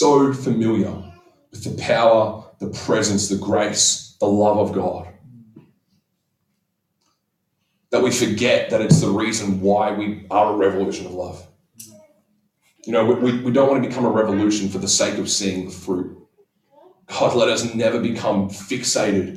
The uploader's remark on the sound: Apologies for the audio quality due to technical difficulties.